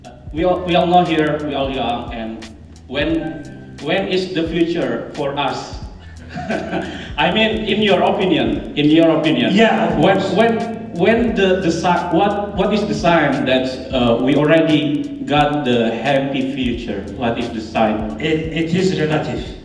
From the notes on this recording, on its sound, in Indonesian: gw mengikuti sebuah siposium yg ada di istanbul, dan materi dari para pembicara pun gw rekam